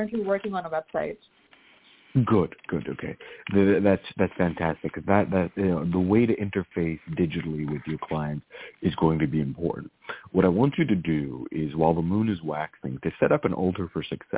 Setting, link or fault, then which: link, phone line